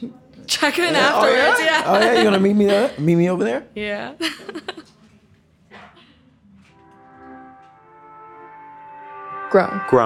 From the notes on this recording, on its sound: A Live Show. Recorded in front of a live audience.